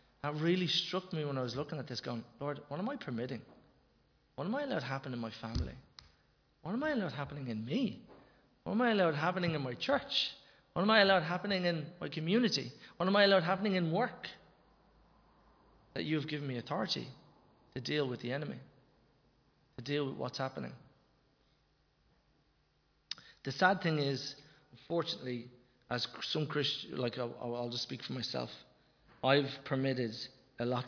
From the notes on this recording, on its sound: Recorded live in Liberty Church on 10 October 2021